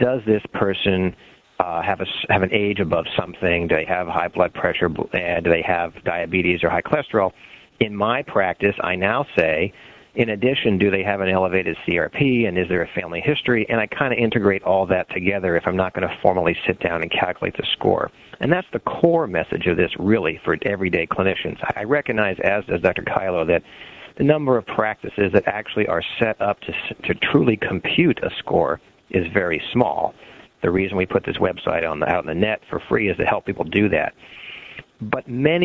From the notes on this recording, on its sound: Author in the Room® Teleconference